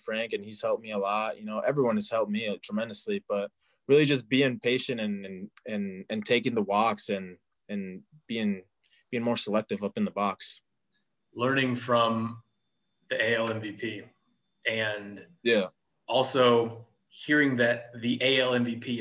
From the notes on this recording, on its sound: on Zoom